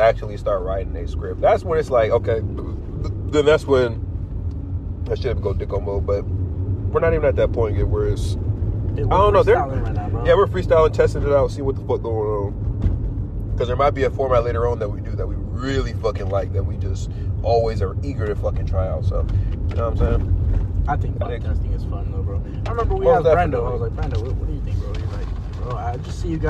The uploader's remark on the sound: Random Thoughts While Driving